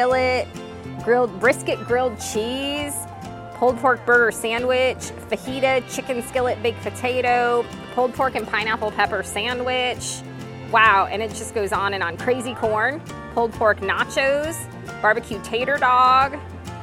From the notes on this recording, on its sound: Silver Dollar City Bluegrass Festival OPENING DAY! We take you on a tour through opening day of the Bluegrass and BBQ Festival as we sample some amazing food with the tasting passport.